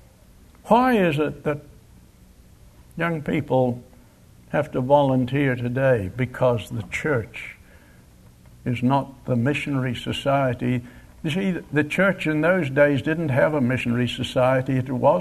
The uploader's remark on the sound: Location: Grace Bible Church Anderson. Guest speaker at the Fall Bible Conference at Grace Bible Church.